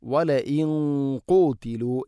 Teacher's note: നൂനിനെ അല്പം കനപ്പിക്കണം, കാരണം ഖാഫ് സ്വരഭാരത്തിൽ ഉച്ചരിക്കേണ്ട അക്ഷരമാണ്